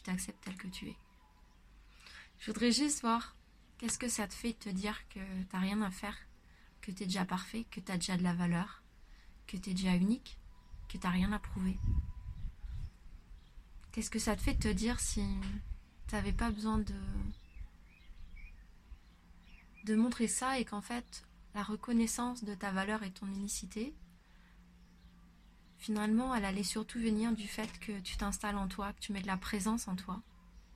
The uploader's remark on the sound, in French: Désolée pour le bruit de fond des voisins !